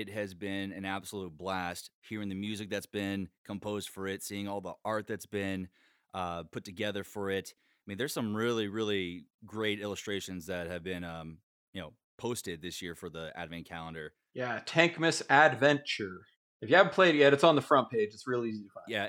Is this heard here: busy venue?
no